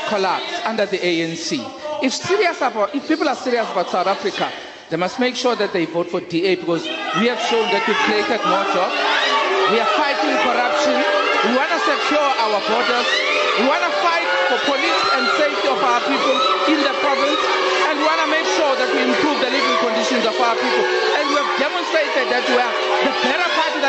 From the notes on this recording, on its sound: Newsbreak's Election Roadshow stops in Cape Town. The Newsbreak Election Debate Roadshow headed to Cape Town this past weekend. The team broadcasted live from the Siva Aalyam Temple Hall in Rylands.